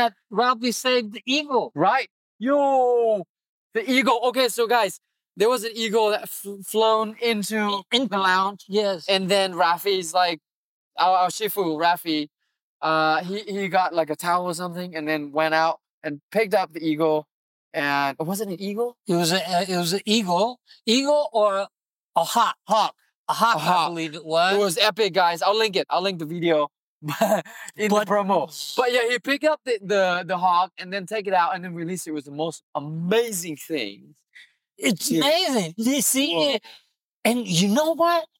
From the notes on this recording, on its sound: Recorded this podcast right after martial class sitting on an old couch we found, overlooking the Malibu CoastLine.